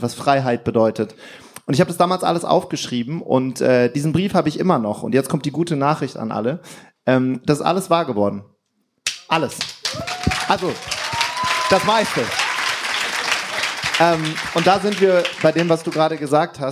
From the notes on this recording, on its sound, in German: Das sind die beliebtesten Interview Gäste der LIFE HACKZ Show zusammen in einem Panel. Im Rahmen der DNX 2017 haben wir das erste All Stars Panel. Zusammen mit 250 Leuten im Publikum. Fragen aus dem Publikum.